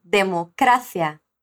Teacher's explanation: Mas nas vezes que eu falei democracia, você percebeu que a sílaba tônica dessa palavra foi cra